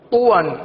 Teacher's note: طا کو پر پڑھیں گے واو کو باریک پڑھیں گے